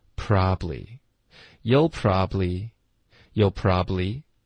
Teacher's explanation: probably,这三个音节其实现在我们都会把它弱读成两个音节 · 不用这个中间的 b 的这音节就可以把它给省了